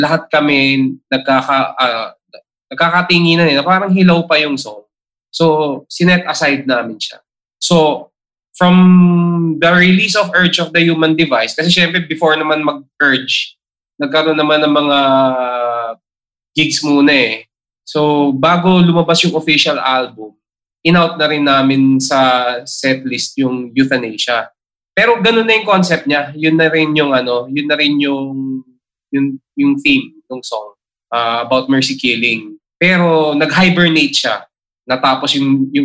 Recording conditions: video call